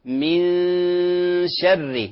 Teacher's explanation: الشين من حروف الترقيق غنتها هنا مرققة · Term: غنة الإخفاء